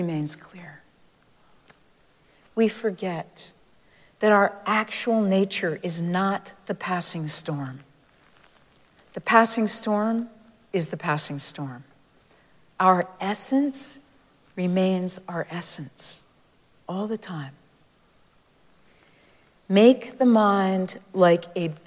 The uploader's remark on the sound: Recorded live at Arlington Street Church.